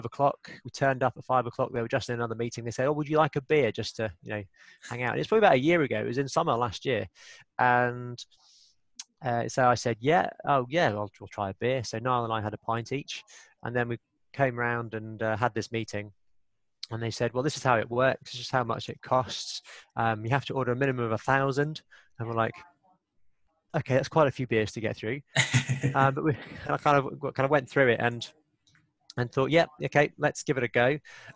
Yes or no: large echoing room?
no